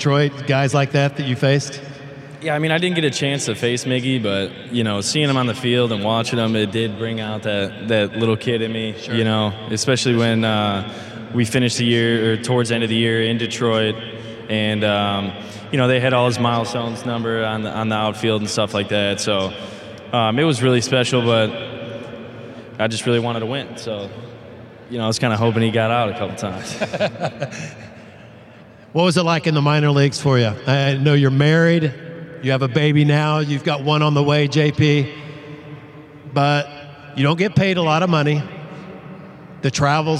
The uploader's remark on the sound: In front of a live audience at FanFest ’24.